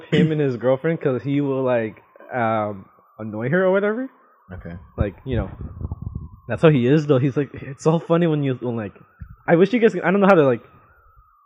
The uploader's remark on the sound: we apologize for the high pitched static in the background